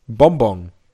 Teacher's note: Erste Silbe endet auf M und zweite Silbe endet auf NG.